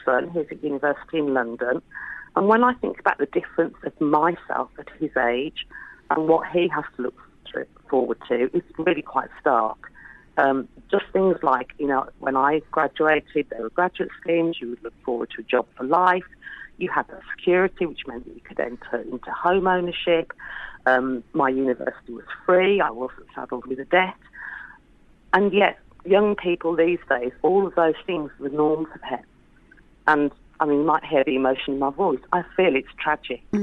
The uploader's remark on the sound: Was also in the studio to talk through the week’s headlines. On the phone to add further comments.